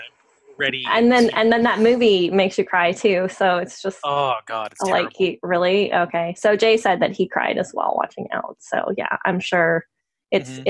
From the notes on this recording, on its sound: This was recorded June 11, 2020, as part of a series of Pride Month virtual panels hosted by Awesome Con and Rose City Comic Con. As part of a series of Pride Month virtual panels hosted by Awesome Con and Rose City Comic Con , part of LeftField Media.